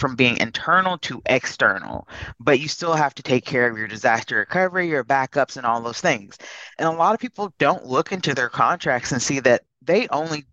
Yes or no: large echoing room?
no